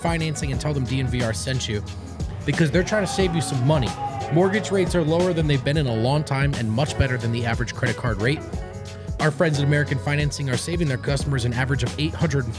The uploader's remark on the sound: Come to you LIVE from the DNVR Bar.